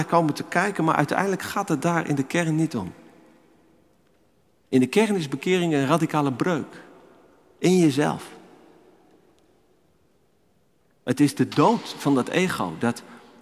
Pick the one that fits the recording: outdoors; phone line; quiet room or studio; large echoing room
large echoing room